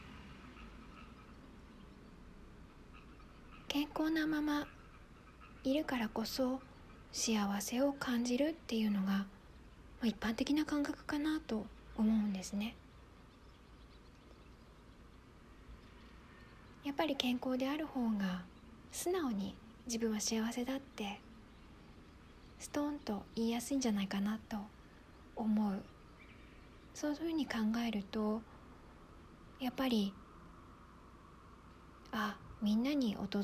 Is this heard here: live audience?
no